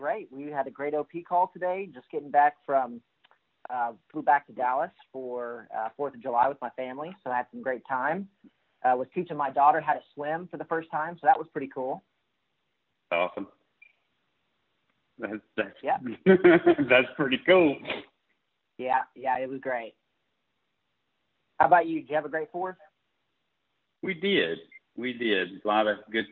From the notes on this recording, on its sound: Call Recording.